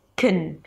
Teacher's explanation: it's a k sound, a schwa, and an n, a weak syllable